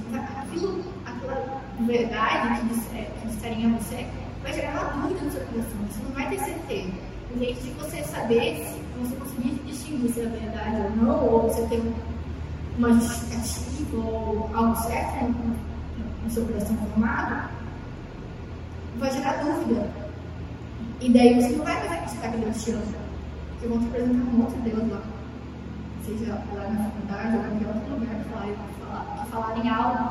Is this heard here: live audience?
yes